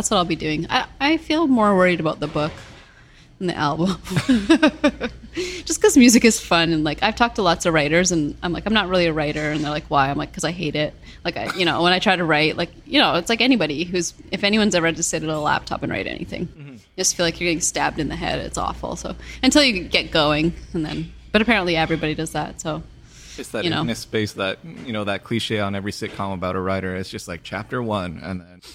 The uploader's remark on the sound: at Pressed Cafe in Ottawa